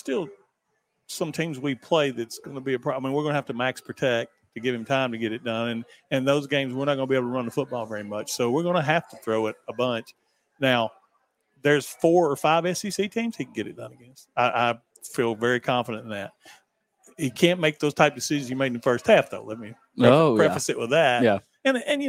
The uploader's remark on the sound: LIVE from Chili's on West End.